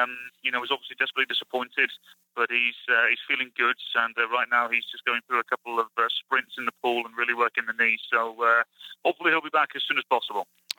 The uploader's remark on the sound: A Phone Call. Over the phone as the team continues its preseason in Tucson. The audio quality is not great.